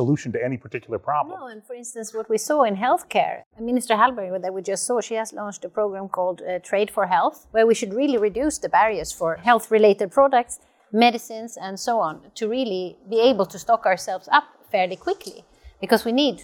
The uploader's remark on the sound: For a special taping from the Swedish American Chamber of Commerce Executive Forum.